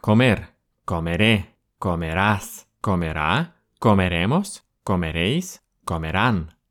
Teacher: ударения в этих спряжениях почти во всех формах глаголов будут в самом конце